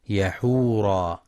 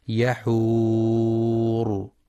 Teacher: والصواب الوقف عليها بالراء الساكنة المفخمة · Shown in: second take